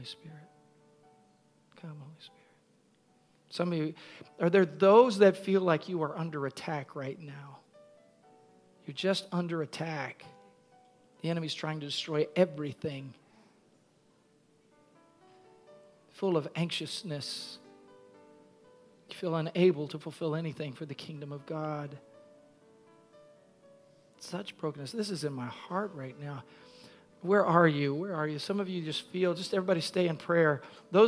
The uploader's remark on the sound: Recorded at Freedom Fellowship, 836 Regency Drive, Virginia Beach, VA 23454.